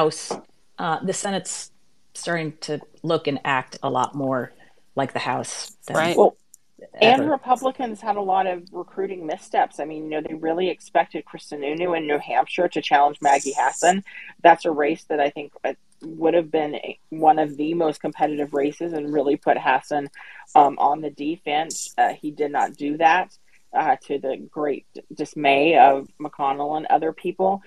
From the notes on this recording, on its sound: This conversation was recorded via Twitter Spaces